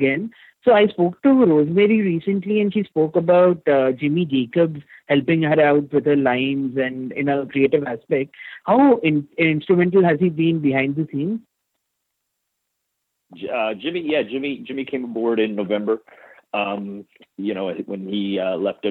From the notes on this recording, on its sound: This is the full audio from the March 28, 2018 Impact Media Call.